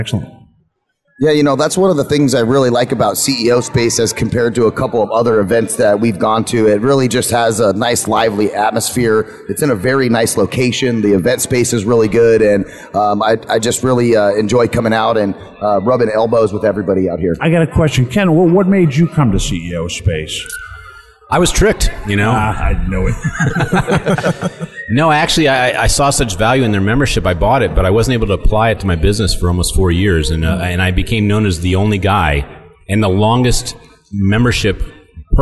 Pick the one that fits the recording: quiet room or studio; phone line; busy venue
busy venue